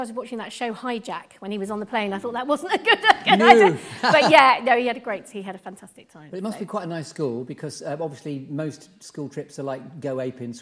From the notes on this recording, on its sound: LIVE from The Theatre Royal Bath.